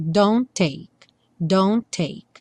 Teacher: entre o don't e o take, só um T aparece